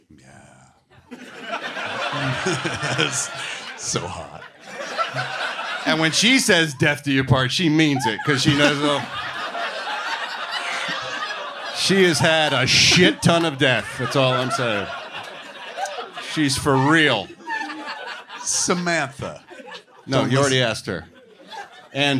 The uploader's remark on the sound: perform live at Flappers Comedy Club in Burbank, CA on May 20, 2023.